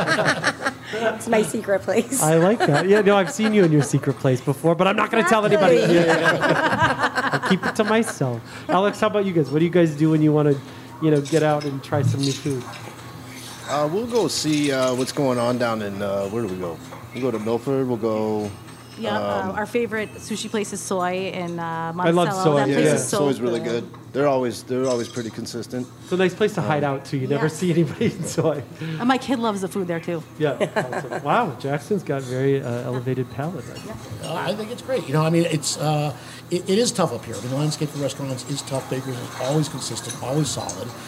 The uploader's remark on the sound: Go live via the Barryville Radio Satellite, direct from Back to Baker’s , Barryville’s favorite bar and grill! Go live via the Barryville Radio Satellite, direct from Back to Baker’s , Barryville’s favorite bar and grill!